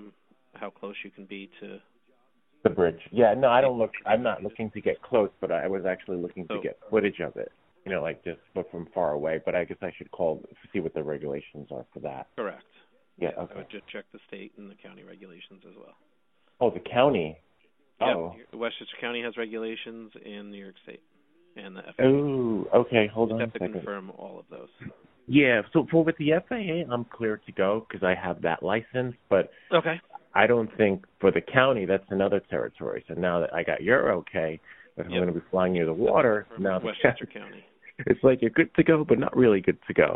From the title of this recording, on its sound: 3 Live Phone Calls